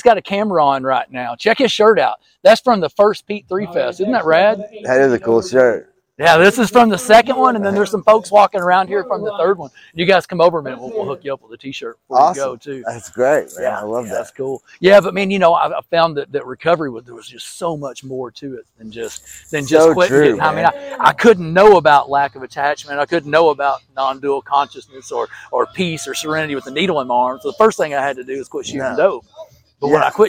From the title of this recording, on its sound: On location at Pete3Fest